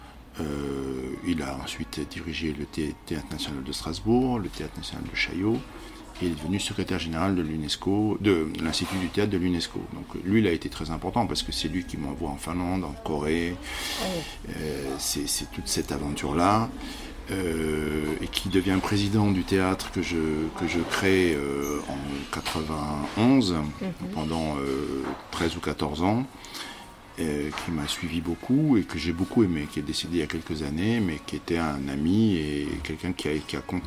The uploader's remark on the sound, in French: Nous avons enregistré dans un lieu public plein de vie mais j’espère que cela ne gênera pas votre écoute.